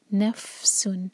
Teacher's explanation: جب فا پڑھیں تو ہوا ظاہر ہونی چاہیے